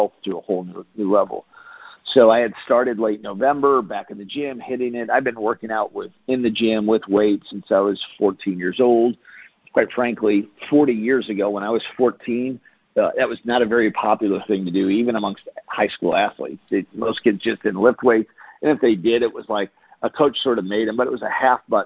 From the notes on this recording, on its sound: Team Freedom conference call on 7/5/19.